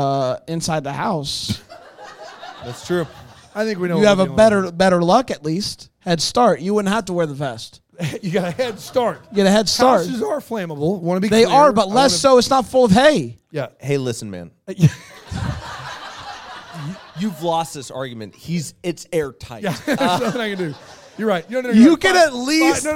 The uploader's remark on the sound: LIVE FROM BRAMBLE FEST